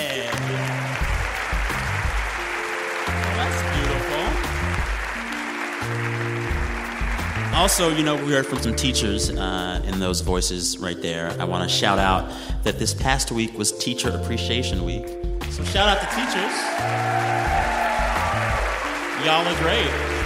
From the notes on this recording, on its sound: Live From Des Moines, Iowa. For this special live edition of the show.